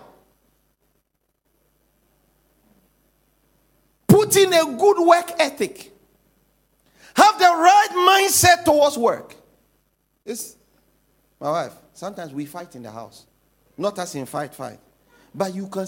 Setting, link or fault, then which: setting, large echoing room